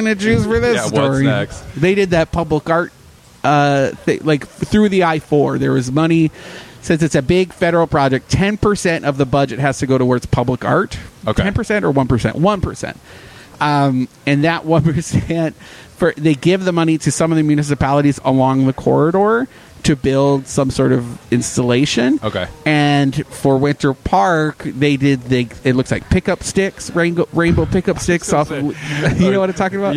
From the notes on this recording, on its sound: This week's show was recorded at the Game Room Social Club in the former Lizzy McCormack's space in downtown Orlando.